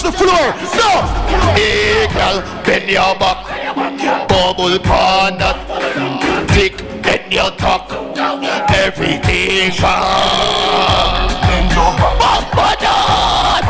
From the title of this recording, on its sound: AT THE SCORPIO BASH DAY PARTY 2018